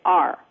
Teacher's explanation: Our is two syllables, and they make it one with R.